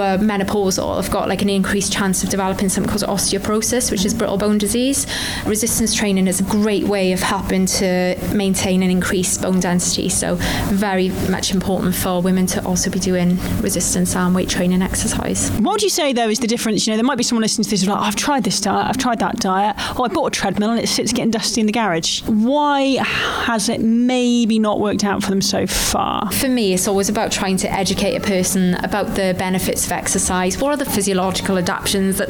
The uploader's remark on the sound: takes us to one of Newport Live’s four gyms across the city